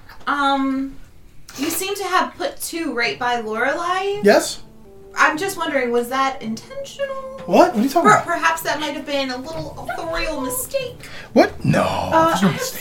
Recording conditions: sounds in the background